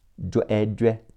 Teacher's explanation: E 读 A，把嘴裂开，齿缝很窄